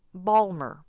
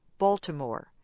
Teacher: Some Baltimoreans leave out letters in many words, like saying Balmer instead of Baltimore. · Shown in: first take